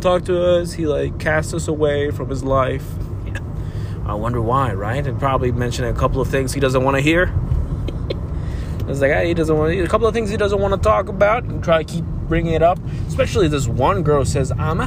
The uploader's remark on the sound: While driving to get my nose f**ked, to know if I got the pandemic juice.